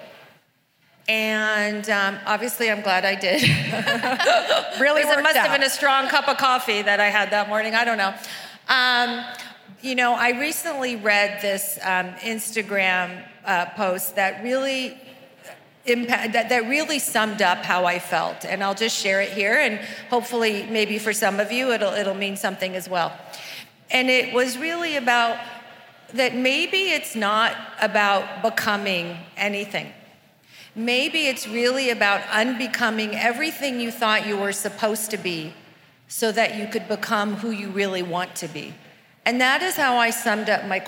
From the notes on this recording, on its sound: at Create & Cultivate's LA 2020 conference